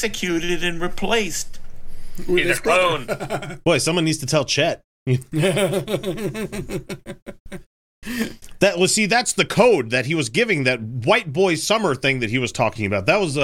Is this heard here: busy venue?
no